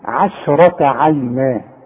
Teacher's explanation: رقق لي العين رقق لي الشين فخم لي الراء رقق لي التاء المربوطة